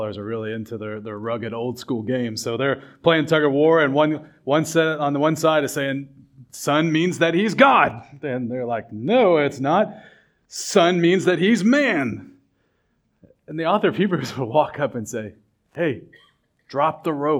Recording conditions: large echoing room